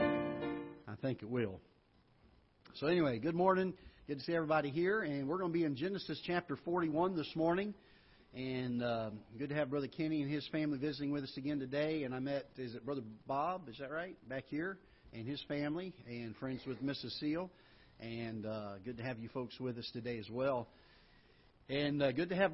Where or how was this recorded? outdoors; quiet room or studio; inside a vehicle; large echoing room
large echoing room